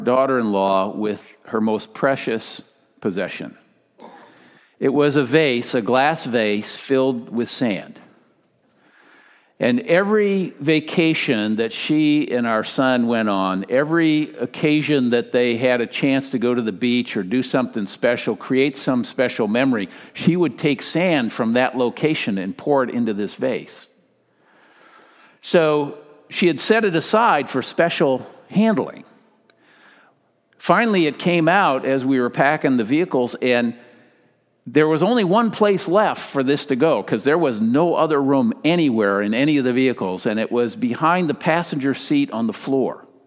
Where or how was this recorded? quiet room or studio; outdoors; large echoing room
large echoing room